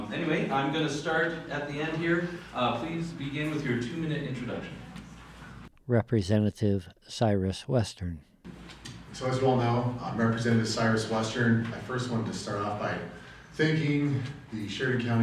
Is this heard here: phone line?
no